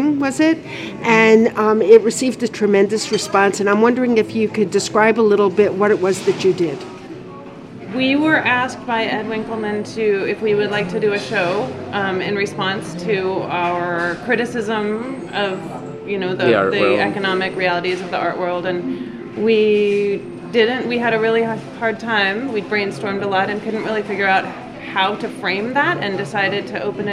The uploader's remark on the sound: Were in town to jury the Vox Populi annual in July, 2018. The episode was recorded in July, 2018 at Vietnam Restaurant.